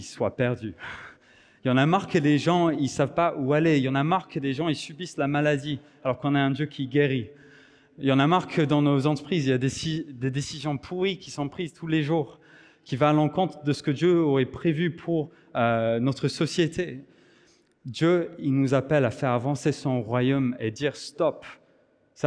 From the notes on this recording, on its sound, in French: Enregistré à l'église CVV, le 10/09/2023